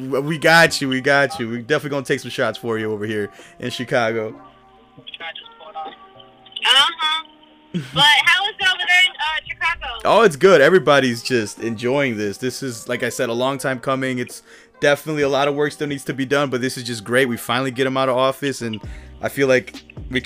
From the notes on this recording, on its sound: opening up the phone lines